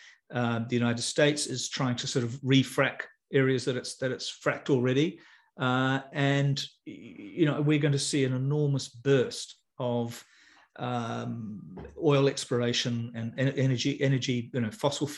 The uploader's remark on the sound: In Friday evening’s live hoon webinar for paid subscribers, which is in recorded form above for all subscribers